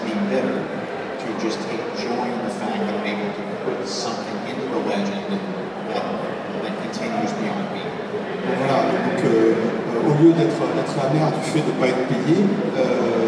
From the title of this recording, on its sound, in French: Conférence TGS 2017